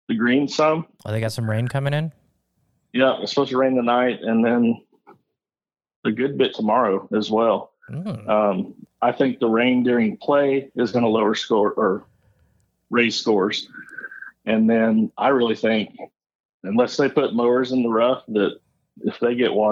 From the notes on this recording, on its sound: Live from The US Open. Hopped on a call. He was on site.